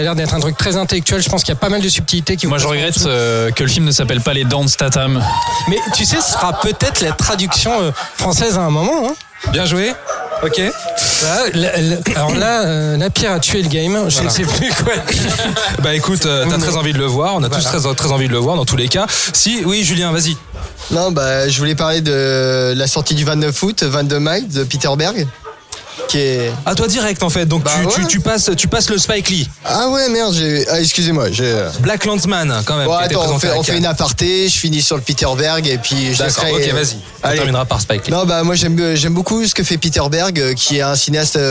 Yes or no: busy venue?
yes